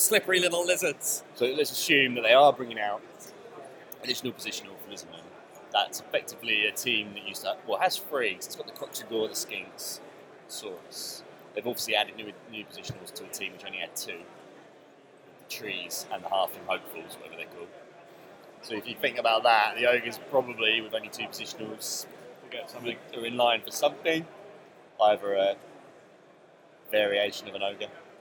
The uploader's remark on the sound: LIVE from the LGT. LIVE from the venue.